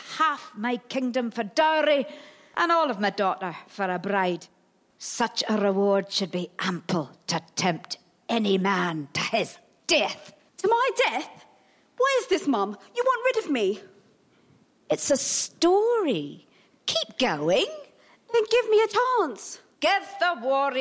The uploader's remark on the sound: Recorded live at The Roundhouse Camden.